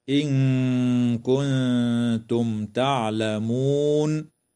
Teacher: تخفى النون الساكنة مع الغنة مرققة في قوله تعالى: إن كنتم. وتظهر الميم الساكنة في كلمة كنتم، وتنتهي الآية إجماعا عند كلمة تعلمون، والوقف عليها من قبيل الوقف التام.